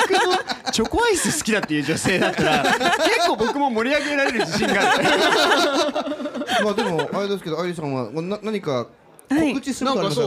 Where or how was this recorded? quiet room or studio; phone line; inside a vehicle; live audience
live audience